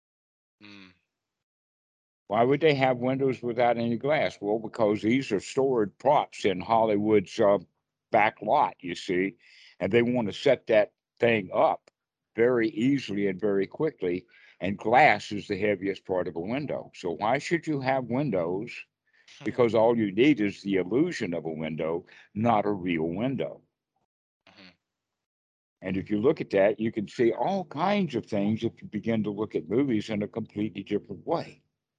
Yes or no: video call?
yes